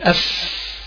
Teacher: الفاء من بطن الشفة السفلى مع رؤوس الثنايا العليا